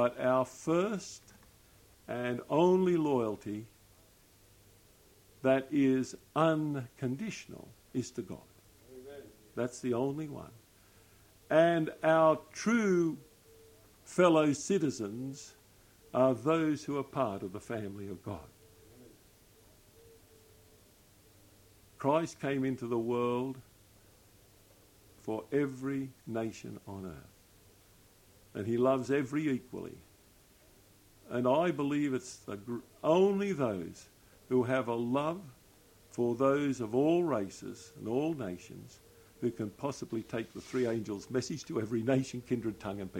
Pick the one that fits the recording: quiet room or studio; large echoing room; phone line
large echoing room